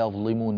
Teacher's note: أما كلمة يظلمون فلا تغلظ فيها اللام